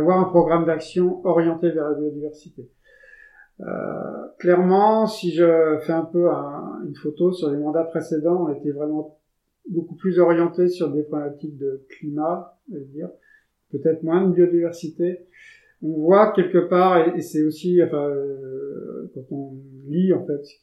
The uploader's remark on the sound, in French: j'ai rencontré un souci technique durant l'enregistrement de l'épisode d'où la qualité sonore médiocre